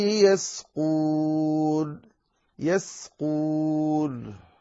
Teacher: تظهر السين ولا تدعها تتأثر بالقاف المستعلية